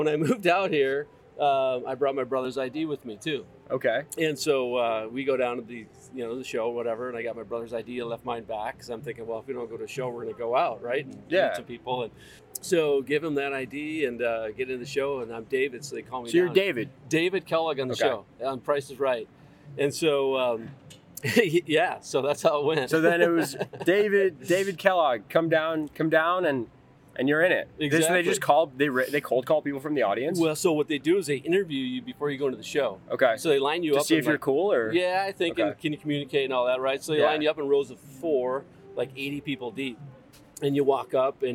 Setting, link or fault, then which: setting, outdoors